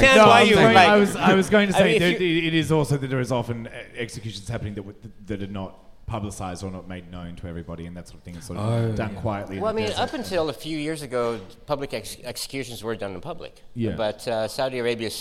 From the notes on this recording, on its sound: We recorded a live episode in Sydney for Sydney's Mardi Gras!